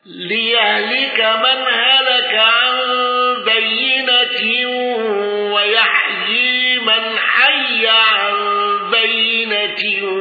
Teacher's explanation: خلف عن حمزة بالإمالة وترك الغنة